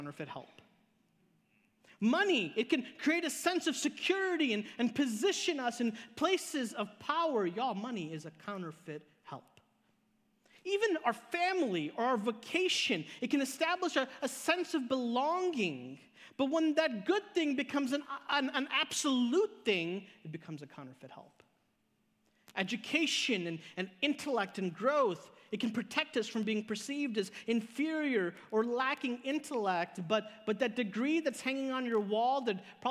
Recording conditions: large echoing room